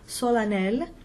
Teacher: the EN becomes an A sound. So you would transcribe this phonetically as S, open O, L, bright A, N, open E, L.